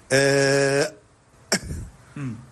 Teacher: هذان الوتران هما المسؤولان عن صوت الإنسان وإلى آخره. فعندما ننطق بصوت الهمزة هذان الوتران يلتصقان تماما